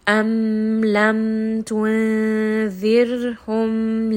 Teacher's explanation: So you can see here that I'm just resting on this. I am not merging them together. I am not hiding them. I am not adding extra idgham. I'm merely resting on this letter mim. · Term: idhar